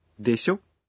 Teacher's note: No, if you use でしょ, short and with a rising intonation